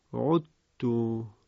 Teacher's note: و همینطور ادغام ذال در حرف تا در آیه 27 سوره غافر و آیه 20 سوره دخان، کلمه عدتو که تلاوت می شود عدتو، یعنی ذال کامل از بین میره و حرف تا مشدد می شود